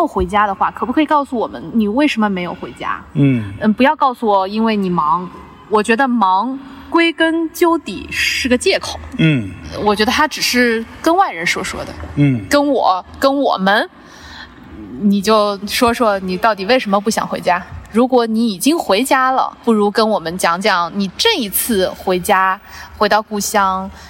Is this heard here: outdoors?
yes